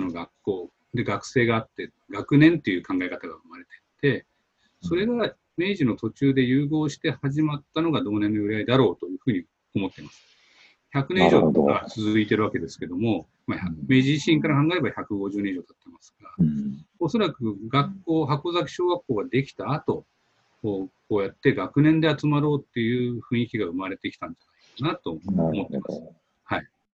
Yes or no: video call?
yes